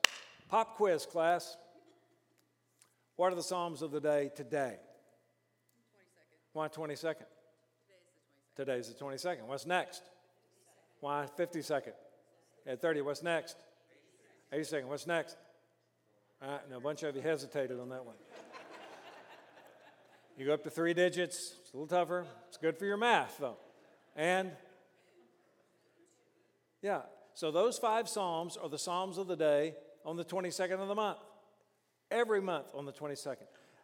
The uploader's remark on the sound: during the morning session of our 5|S Conference